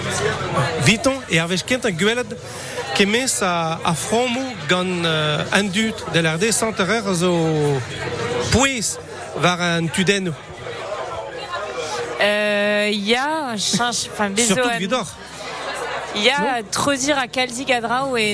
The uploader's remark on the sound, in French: France Bleu Breizh Izel est en direct du Festival du Film de Douarnenez.